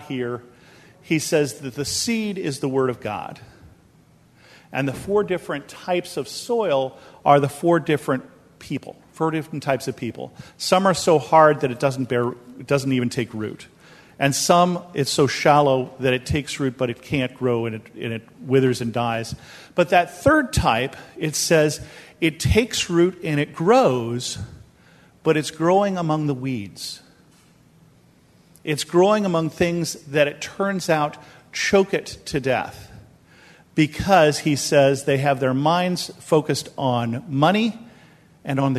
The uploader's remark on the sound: This episode is a sermon that I preached at Bethel Lutheran Church in Cupertino, California.